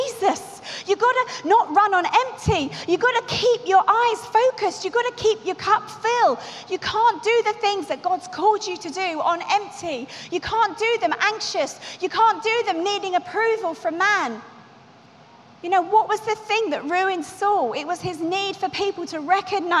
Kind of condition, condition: setting, busy venue